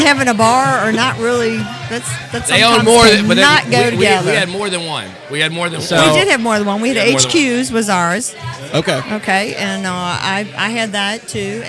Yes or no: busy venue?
yes